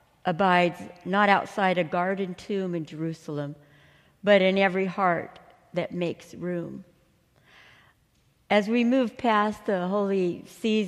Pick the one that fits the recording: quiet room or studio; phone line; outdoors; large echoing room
large echoing room